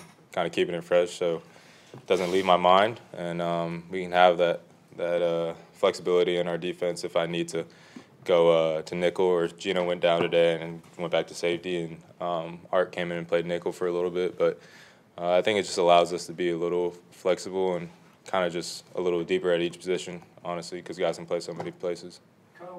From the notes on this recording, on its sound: Colts-Ravens Week 3 Postgame Press Conference.